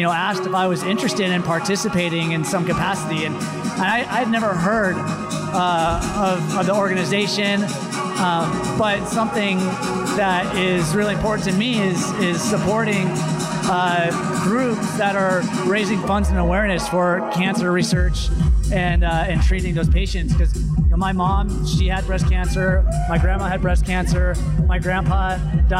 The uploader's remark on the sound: Live at the Beats Drop Cancer charity event in San Francisco. All of the attendants interviewed.